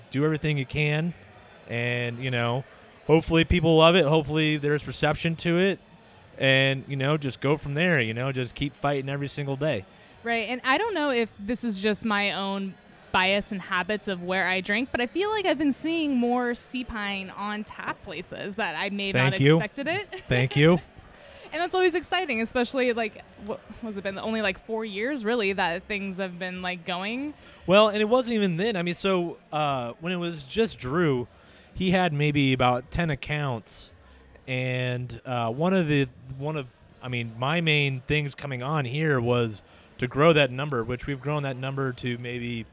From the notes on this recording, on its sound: We recorded in the brewery while drinking Seapine's doppelbock, Monk's Meal.